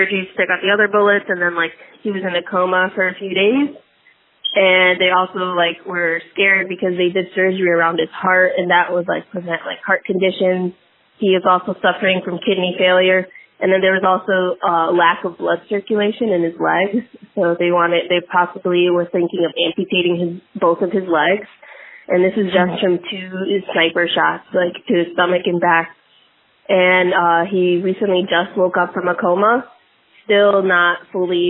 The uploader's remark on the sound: interviewed a close friend over the phone